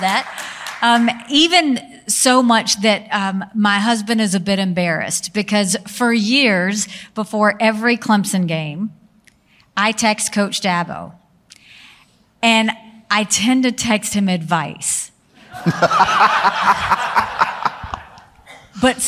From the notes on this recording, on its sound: on stage at The Gathering